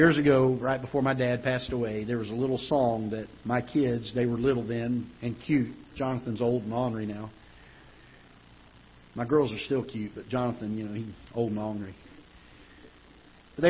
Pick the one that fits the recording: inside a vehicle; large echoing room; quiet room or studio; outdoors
large echoing room